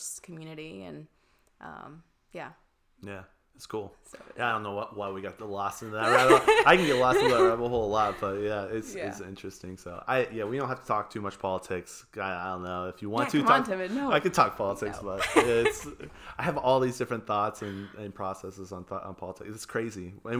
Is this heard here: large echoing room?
no